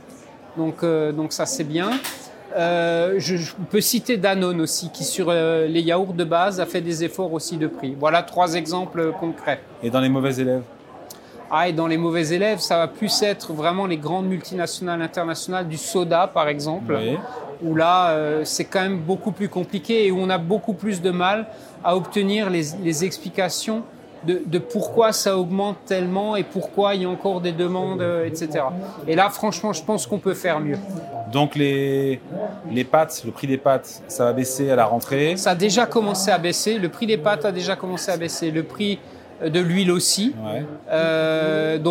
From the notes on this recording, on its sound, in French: L'émission Ecorama enregistrée lors de la REF du Medef le 28 août 2023 à l'Hippodrome de Longchamp.